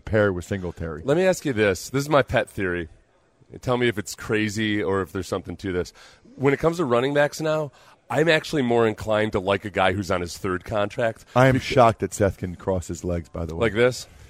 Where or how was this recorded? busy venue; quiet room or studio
busy venue